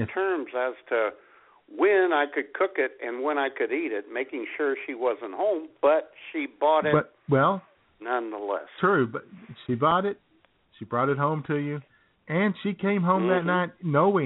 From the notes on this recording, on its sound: YOUR phone calls